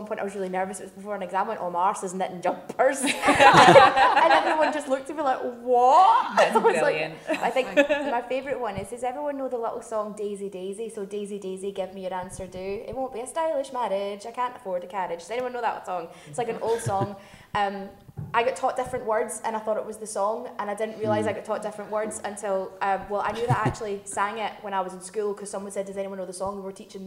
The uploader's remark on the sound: This episode was recorded on Sunday the 8th of October at the HB Film Festival.